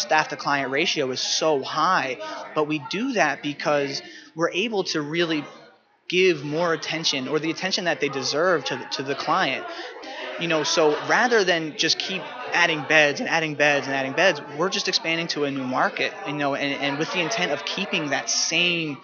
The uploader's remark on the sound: broadcasting from the 2016 annual conference of the Texas Association of Addiction Professionals (TAAP)in San Antonio,TX